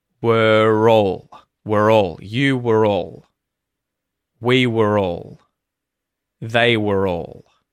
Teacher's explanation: we don't pronounce the R sound unless there's a vowel coming after it.